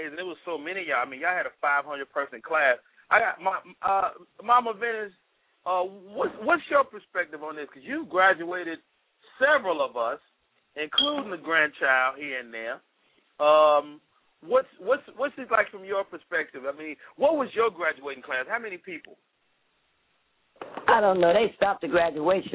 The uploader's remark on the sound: opens up the lines to chat with his audience